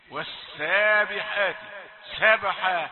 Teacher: ونلاحظ أن هذه السينات يعني فيها الصفير